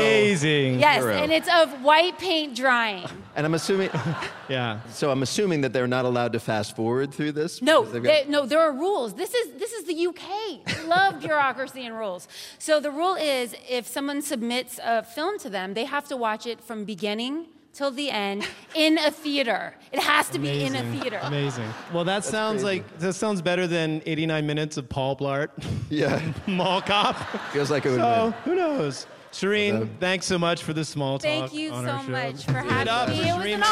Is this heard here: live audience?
yes